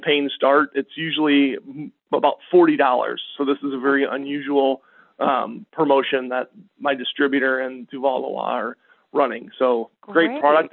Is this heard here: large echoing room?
no